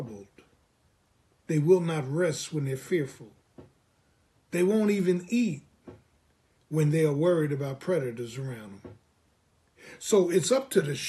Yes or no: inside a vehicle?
no